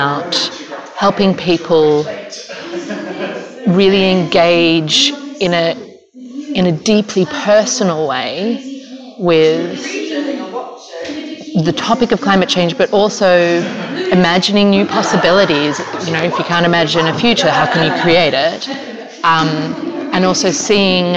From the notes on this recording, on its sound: Recorded live at Skoll World Forum in Oxford.